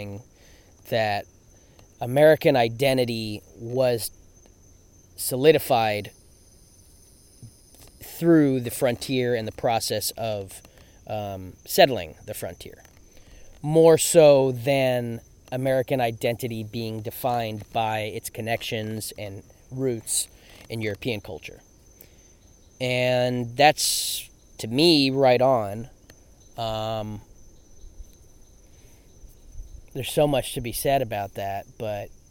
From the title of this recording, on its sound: Field Recording